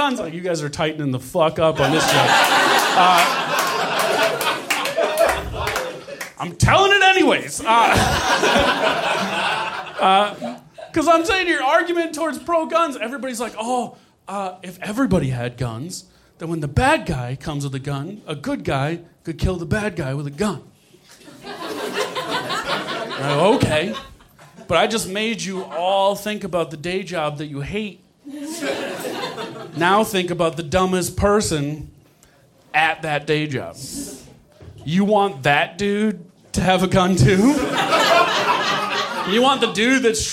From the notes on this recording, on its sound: Recorded Nov 2017 at New York Comedy Club in New York City